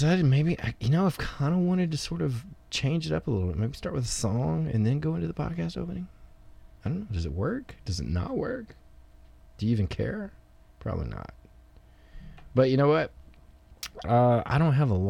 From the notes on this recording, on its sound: Also, it was recorded on a boat and has sea shanties!